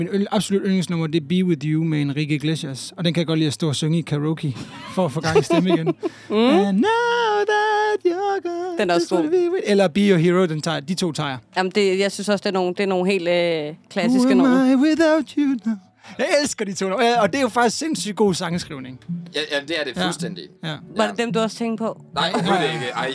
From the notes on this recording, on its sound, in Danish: Live fra Midtfynspladsen. Bassen pumper på Midtfyns pladsen og stemningen er i top. Der er autentisk festivalstemning i vores podcast-vogn.